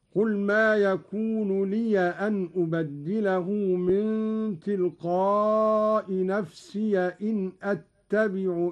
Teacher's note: قرأ قالون بفتح الياء من لي أن نفسي إن إني أخاف